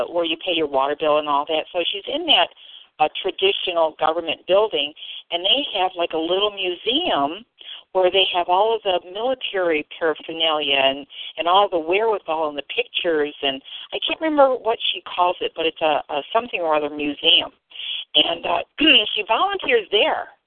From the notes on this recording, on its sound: Who are scheduled to join with us in this phone-conference.